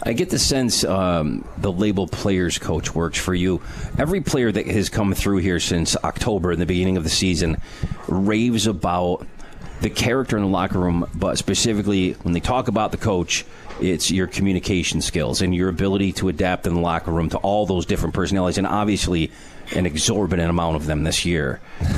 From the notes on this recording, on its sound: Live from Swifty’s for Comets Insider